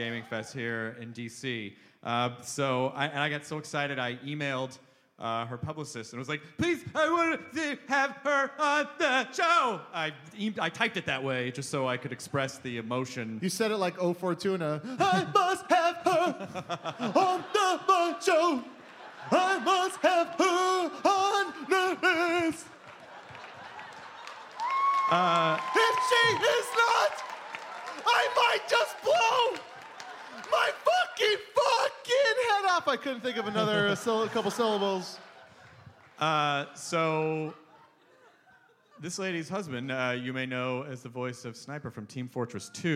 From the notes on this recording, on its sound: Recorded LIVE in DC. About 700 people showed up to this one and it was a BLAST and a half.